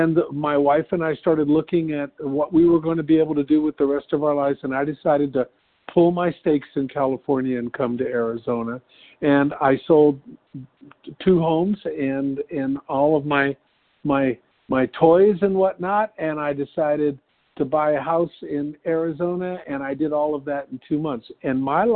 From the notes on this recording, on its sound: from the 100 Pounders Phone Meeting on 11/5/20